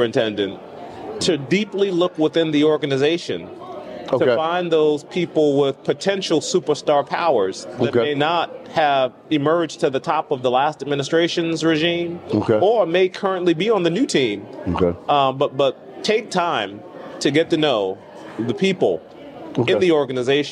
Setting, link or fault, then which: setting, busy venue